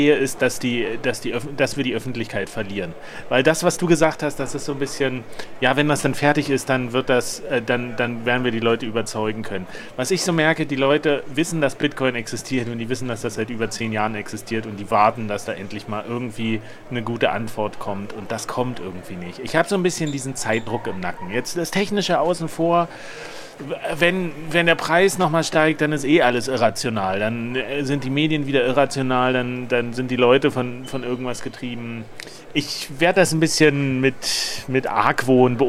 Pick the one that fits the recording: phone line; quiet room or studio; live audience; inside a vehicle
live audience